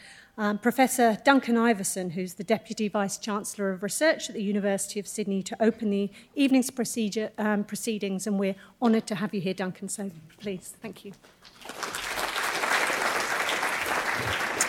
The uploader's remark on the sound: Panel discussion with audience Q&A.